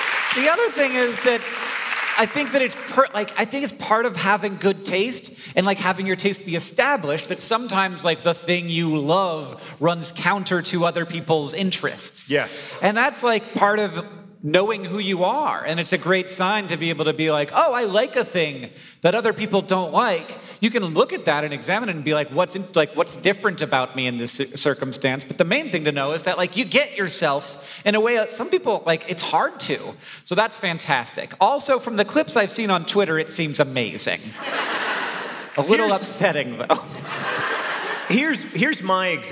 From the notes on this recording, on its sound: Live From St. Petersburg, FL!